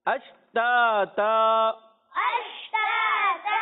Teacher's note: وقف کرنے میں دو زبر کی تنوین کو الف سے بدلتے ہیں